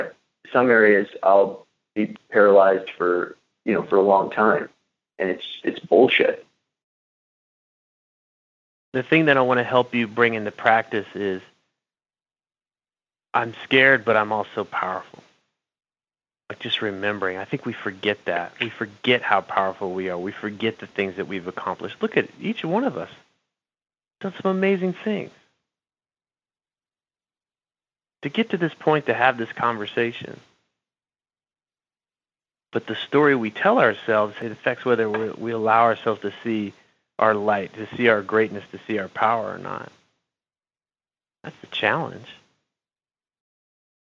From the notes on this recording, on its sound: An Excerpt from a Live Coaching Call. On this live group coaching call.